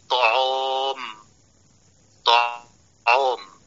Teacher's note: والسبب في تفخيم العين من كلمة طعام أنها جاورت حرفا مفخما